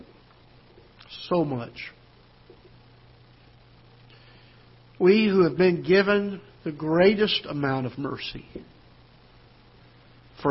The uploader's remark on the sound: Ketha Heights Baptist Church ~ Live Broadcast